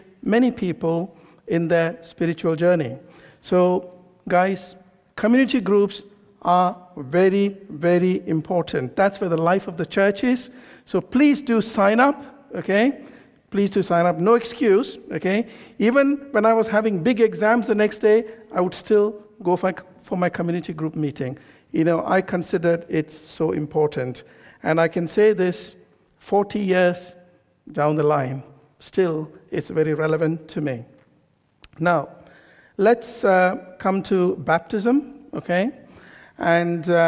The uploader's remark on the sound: This sermon was recorded on Sunday 24th September 2023 at our Great Denham venue.